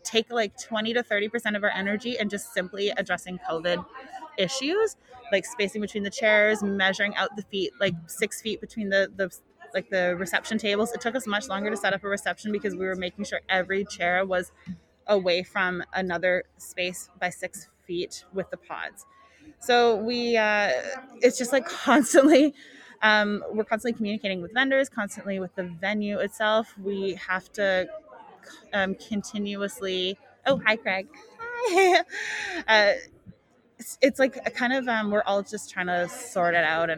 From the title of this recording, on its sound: WE'RE LIVE at the ADIW wedding show!